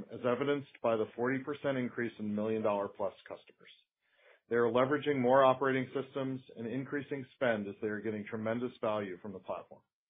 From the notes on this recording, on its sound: Q2 2023 Earnings Call.